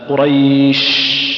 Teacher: الشين عند النطق بها التي تخرج من وسط اللسان، نقول مثلا قريش، ما نقدر نقفل اللسان قفلا كاملا، نقول قريش، تجد انك يصعب عليك قفل الشين، ها قريش، تجد النفس يمشي معك.